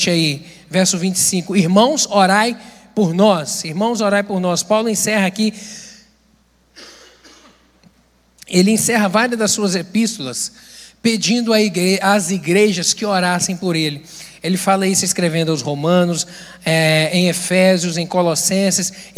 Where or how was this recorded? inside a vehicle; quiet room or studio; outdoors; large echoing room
large echoing room